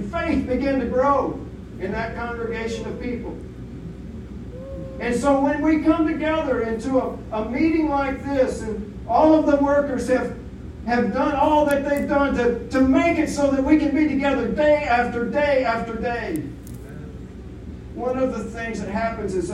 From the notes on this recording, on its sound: The audio of this sermon is challenging, but worth the listen.